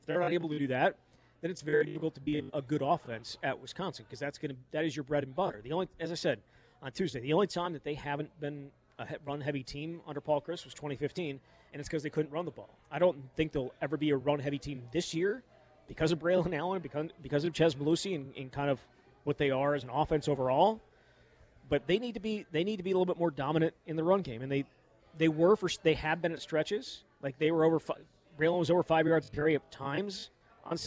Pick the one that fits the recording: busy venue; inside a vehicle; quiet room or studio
busy venue